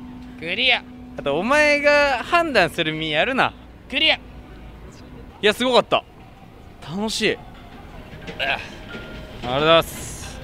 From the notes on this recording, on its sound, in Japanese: 東京ドームシティアトラクションズの魅力を伝えるラジオを収録しよう。様々なアトラクションに乗り、魅力を伝えながらラジオ収録します！